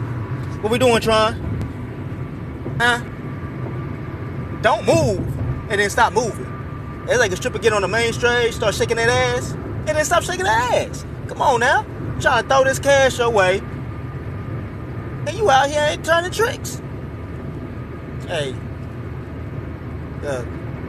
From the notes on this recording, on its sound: while driving through the city